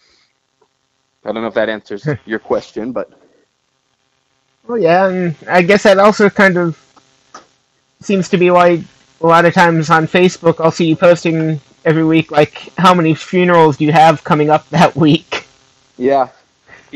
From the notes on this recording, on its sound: This week we get my first phone interview.